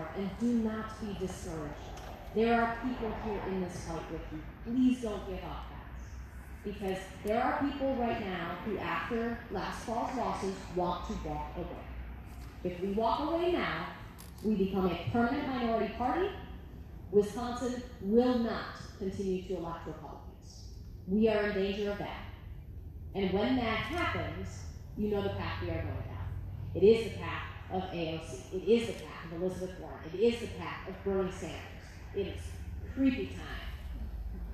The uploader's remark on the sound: We were live at the town hall in de pere Wisconsin and this is what we heard.